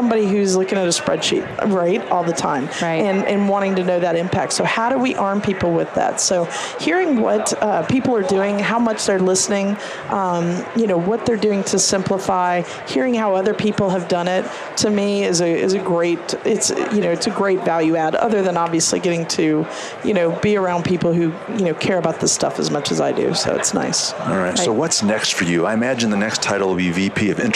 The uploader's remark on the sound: LIVE from Las Vegas, at #HRTechConf.